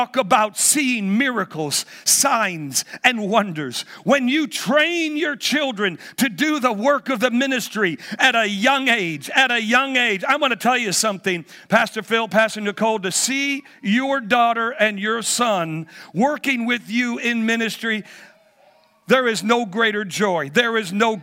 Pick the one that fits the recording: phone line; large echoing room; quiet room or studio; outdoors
large echoing room